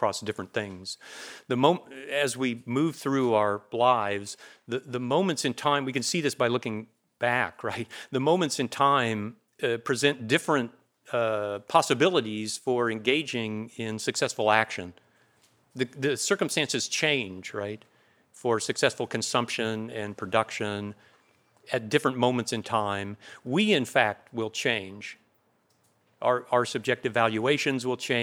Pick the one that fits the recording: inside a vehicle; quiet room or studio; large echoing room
large echoing room